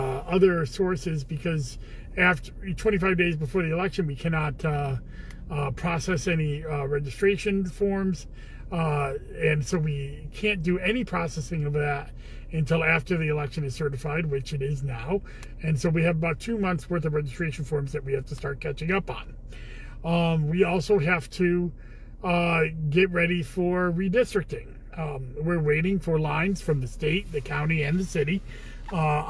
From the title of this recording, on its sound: Commissioner in a Car